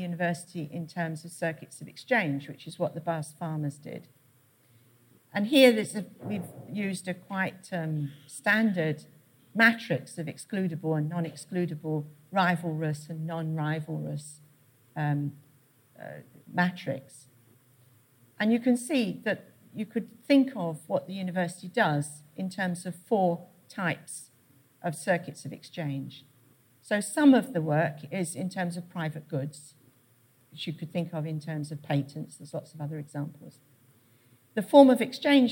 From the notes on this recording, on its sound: Keynote at SRHE Annual Research Conference 2017